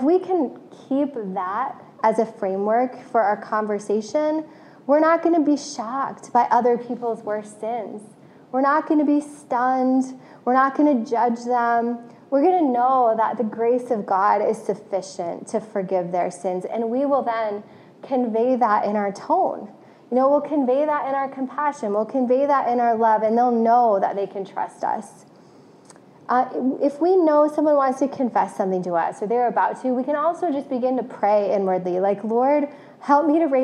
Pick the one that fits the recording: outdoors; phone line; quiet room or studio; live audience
live audience